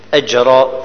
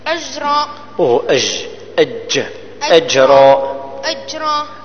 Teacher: الجيم هكذا تقرأ أجرا فيها قلقلة